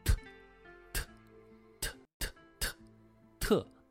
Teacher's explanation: 舌尖放在我们上牙床的后面，气流有个受阻的过程，然后比较强烈地向前喷出来 · Term: 舌尖中音